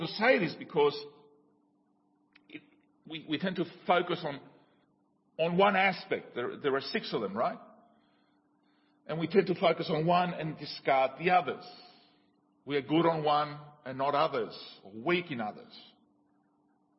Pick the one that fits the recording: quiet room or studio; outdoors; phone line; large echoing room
large echoing room